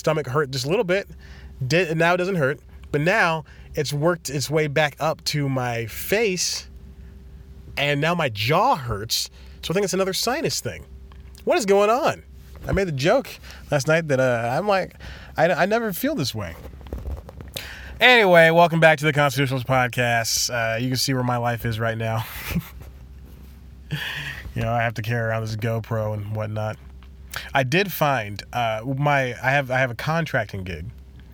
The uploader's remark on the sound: In another weird place (physically) again as he records this episode in his car.